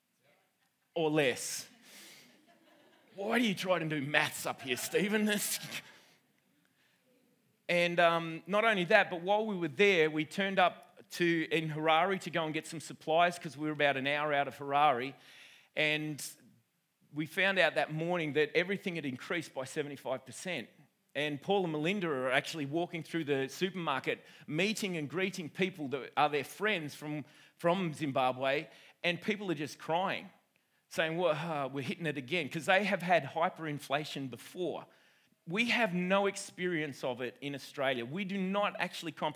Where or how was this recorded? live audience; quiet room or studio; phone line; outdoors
live audience